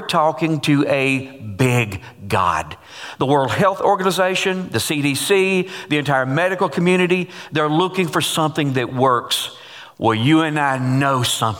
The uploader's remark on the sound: Taken from GCC Live: March 22